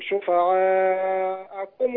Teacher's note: مد شفعاء، ده متصل، مد أربعة